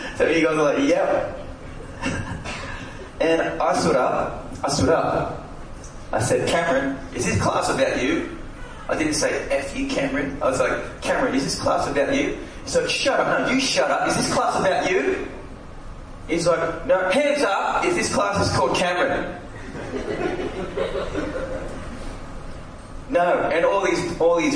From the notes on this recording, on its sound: recorded live at the session